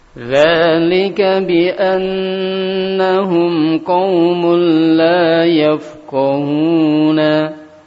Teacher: Di situ ada nun tasdid, ya. Nun tasdid didengungkan dengan sempurna lebih dari dua harokat. Mana yang jadi syahid di sini adalah mim yang ditanwin ketemu dengan lam qaumul, ya.